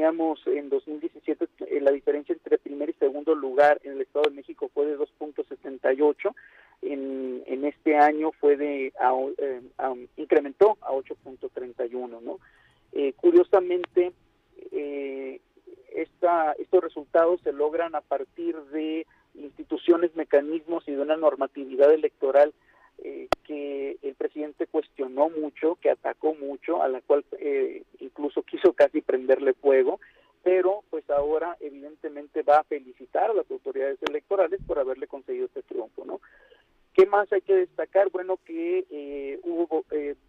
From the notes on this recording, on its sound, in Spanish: entrevistamos vía telefónica